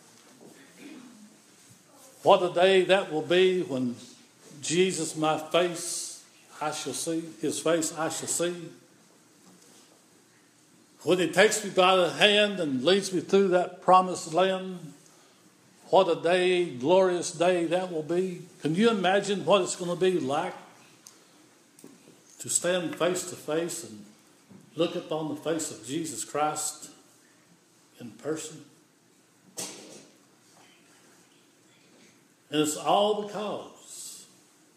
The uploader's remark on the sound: This is an audio recording of the Sunday morning worship service at Persia United Methodist Church in Rogersville, TN